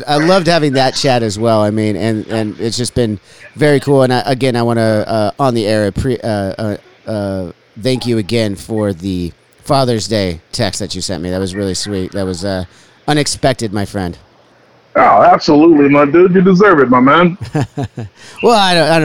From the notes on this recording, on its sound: Live from the Little Caesars Arena as he prepares for the Blood & Guts episode of AEW Dynamite in Detroit, MI!